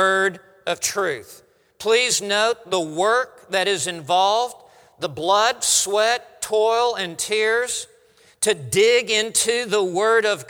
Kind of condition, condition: setting, large echoing room